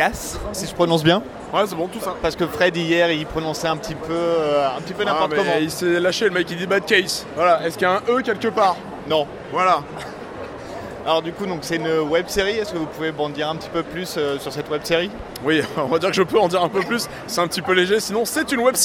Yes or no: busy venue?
yes